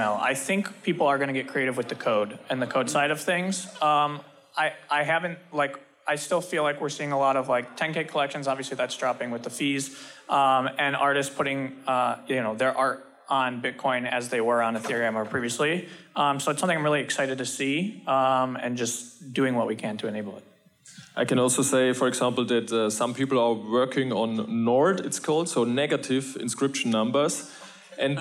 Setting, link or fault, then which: setting, busy venue